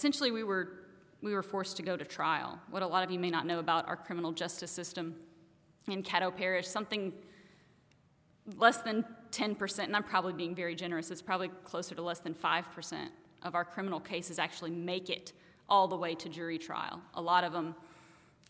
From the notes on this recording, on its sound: Took the All Y'all stage in July 2016, during our live event entitled "I Fought the Law,".